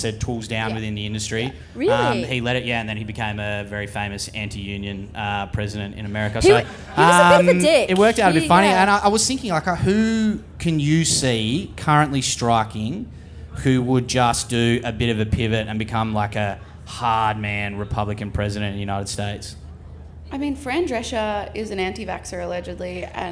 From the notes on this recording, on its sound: The Show Off LIVE From Splendour In The Grass! This week we are coming to you LIVE from Splendour In The Grass.